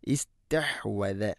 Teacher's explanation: ഇസ്തഹ് ഹ തൊണ്ടയുടെ മധ്യഭാഗമാണ്. ഇസ്തഹ്വദ അല്ല, ഇസ്തഹ്വദ.